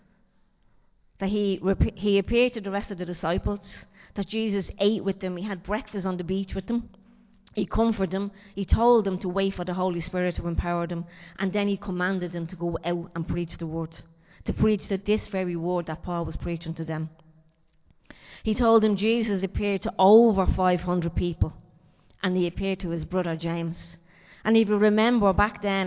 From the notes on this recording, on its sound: Recorded live in Liberty Church on 30 April 2023